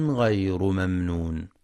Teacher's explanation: وينتبه لصفة البينية أي التوسط في الميم في الميم الساكنة في كلمة ممنون